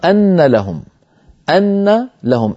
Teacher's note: زدت في التلاوة ألفا غيرت المعنى